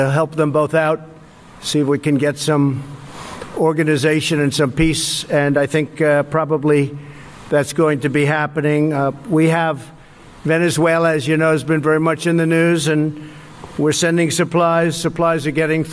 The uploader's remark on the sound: News Conference in Hanoi after Summit with Kim Jong Un.